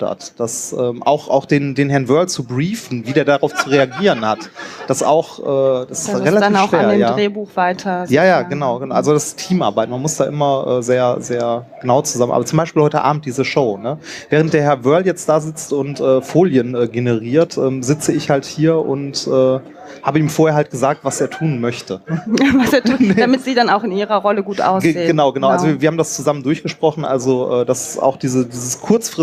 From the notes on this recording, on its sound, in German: 33c3-sendezentrum. Live vom 33C3.